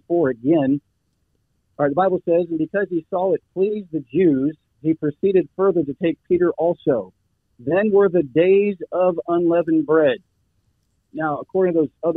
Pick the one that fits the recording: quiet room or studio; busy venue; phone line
phone line